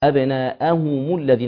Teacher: نحقق الضم في أبناءهم الذين